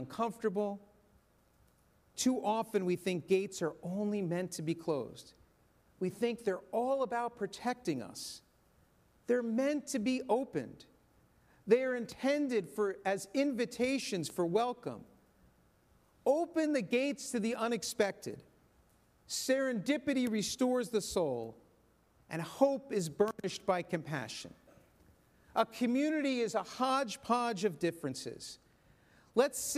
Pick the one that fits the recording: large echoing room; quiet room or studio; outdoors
large echoing room